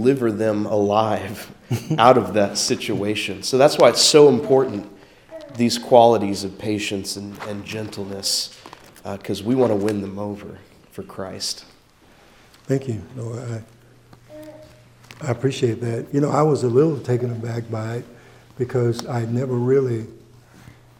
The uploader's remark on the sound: takes unexpected questions from the audience.